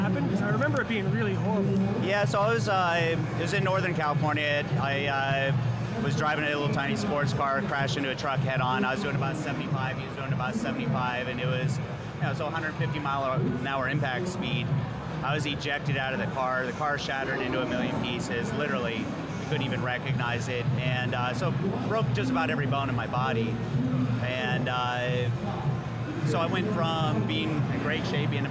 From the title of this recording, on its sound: Reps Live From Olympia